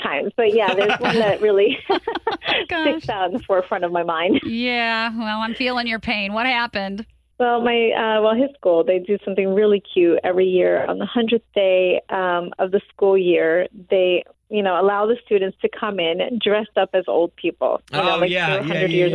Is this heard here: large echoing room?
no